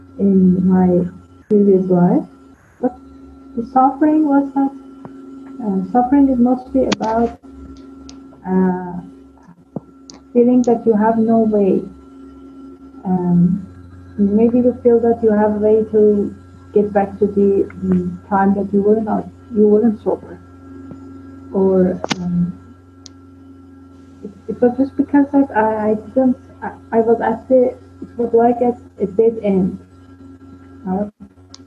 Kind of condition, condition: link, video call